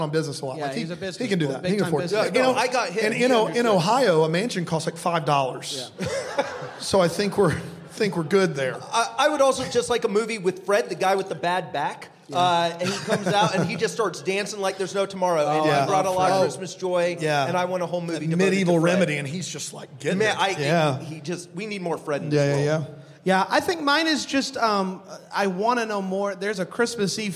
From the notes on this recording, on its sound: we recorded an episode LIVE at the ChristmasLand Experience in LA